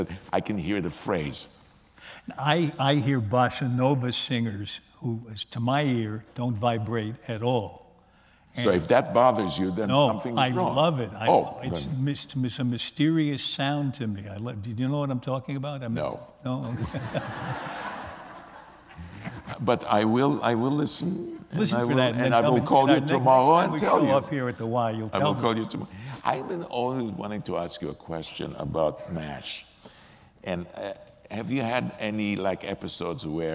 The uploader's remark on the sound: recorded on November 13, 2018 in front of a live audience at New York’s 92nd Street Y